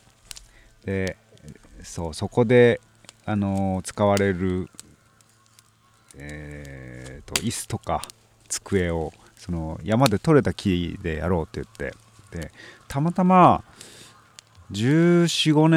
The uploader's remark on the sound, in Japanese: 焚火ラジオ初のリアルな焚き火の前での収録。冬の焚き火は心地よい。